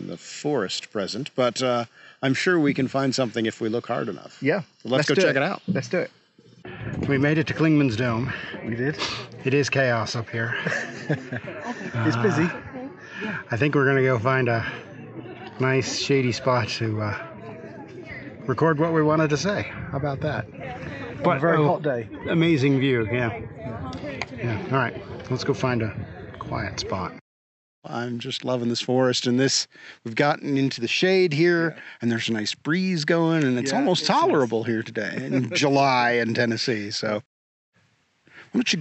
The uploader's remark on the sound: At the Great Smoky Mountains! This episode was recorded in the park and therefore has road, cicada, and creek noise in the background.